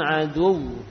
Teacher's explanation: ketika kita waqafkan suaranya dinaikkan. Ya, adu, ya, adu sehingga tampak tasydidnya.